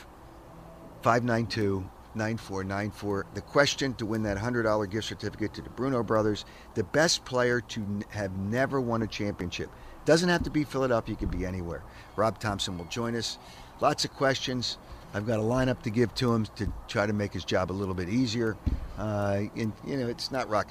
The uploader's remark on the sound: Live from Clearwater and Phillies Spring Training.